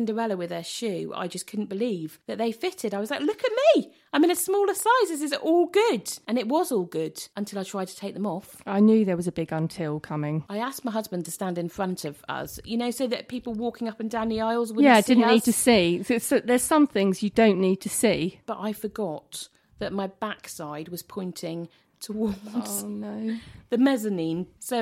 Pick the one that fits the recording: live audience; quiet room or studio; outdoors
quiet room or studio